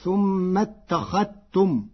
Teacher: قرأ ورش كلمة اتخذتم بإدغام الذال في التاء فتصير ثم اتخذتم، والإدغام والإظهار لغتان عند العرب.